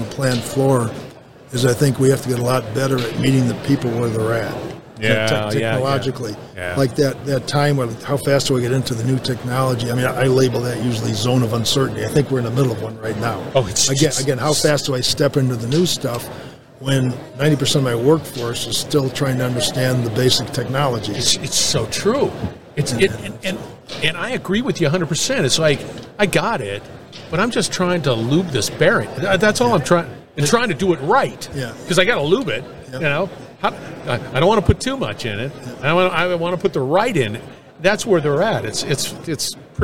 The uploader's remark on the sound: Industrial Talk is onsite at the 30th Annual SMRP conference